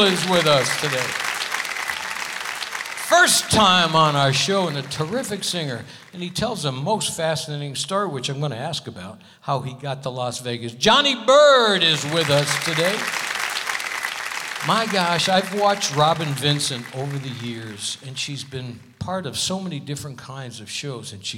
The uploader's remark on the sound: Live at the SouthPoint Casino